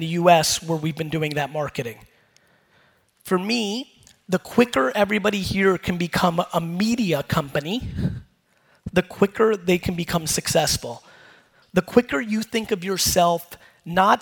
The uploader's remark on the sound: Singapore Keynote. A fire keynote I did in Singapore.